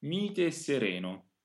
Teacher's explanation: Through this we understand that there is another E there. So it's not important to lengthen the E, one will suffice, but a little more S. So we want to double that S just a tiny little bit. · Term: phrasal doubling